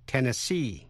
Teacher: Tiểu bang Tennessee, tiểu bang của cựu phó tổng thống Al Gore, nhấn mạnh ở vần cuối C, Tennessee.